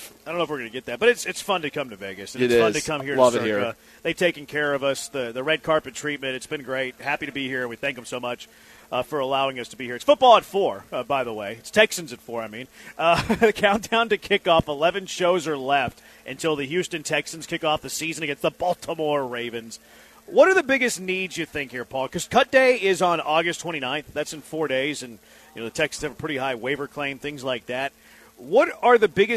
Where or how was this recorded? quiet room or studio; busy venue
busy venue